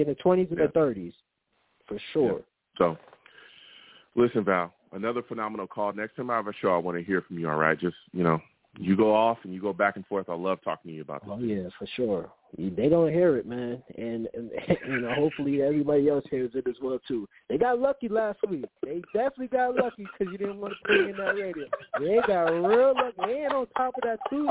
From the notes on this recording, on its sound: I take live callers!